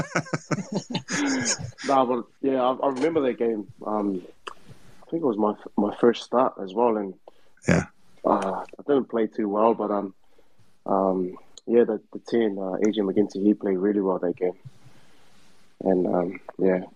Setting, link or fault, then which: link, video call